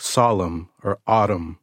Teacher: If we have a word like solemn or autumn, we don't say the N